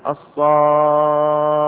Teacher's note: فيكون المد ظاهر البيان لأنه في أبلغ مراتبه وهي مرتبة الحركات 6 · Term: المد اللازم